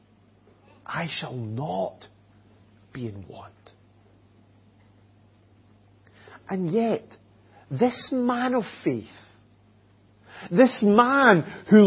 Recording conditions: large echoing room